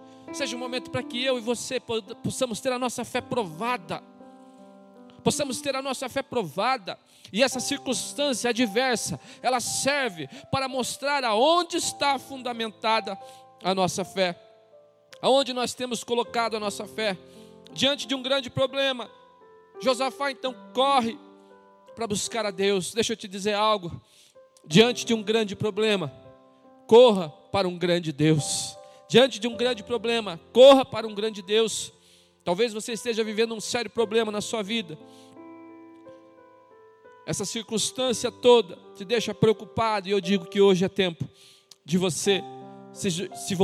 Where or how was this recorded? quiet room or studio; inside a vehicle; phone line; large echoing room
large echoing room